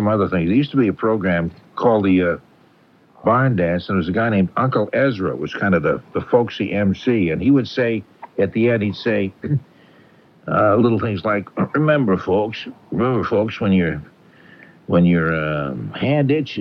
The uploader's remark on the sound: I’m on the phone. Producing and playing in studio.